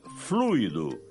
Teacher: Repare, o isqueiro está sem fluido, sem acento, e a pronúncia é fluido, com a tônica no U.